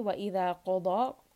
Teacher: qaf is permanently heavy, dad is permanently heavy